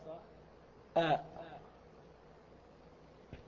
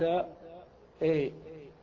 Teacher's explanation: يعني أن تنطق الألف نطقا متوسطا بين الألف وبين الياء · Shown in: second take · Term: الألف الممالة